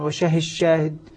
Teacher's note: الدال في الشين أصبحت شين المشددة